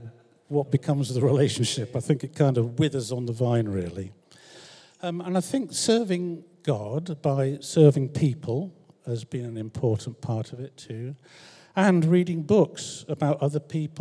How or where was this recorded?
large echoing room